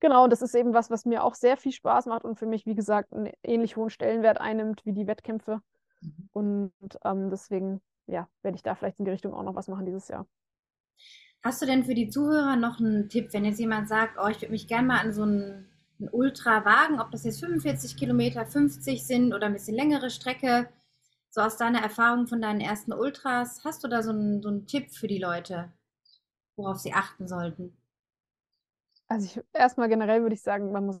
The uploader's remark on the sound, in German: per Videocall